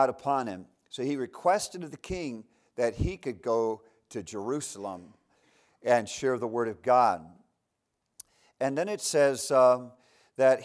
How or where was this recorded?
large echoing room